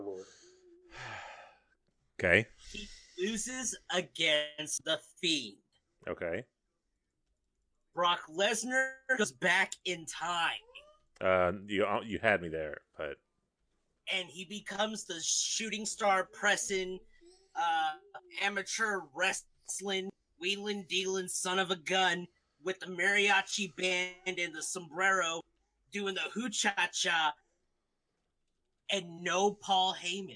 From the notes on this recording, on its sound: SORRY FOR QUALITY IN THIS ONE, WE APPARENTLY HAD SOME REAL BAD CONNECTION/WEATHER.